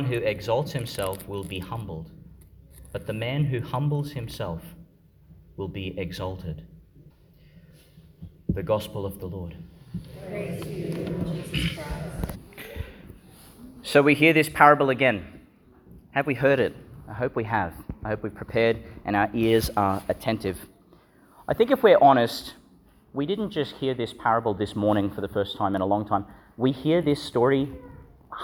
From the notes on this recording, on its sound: delivered at Our Lady Star of the Sea Church, Gladstone, Qld.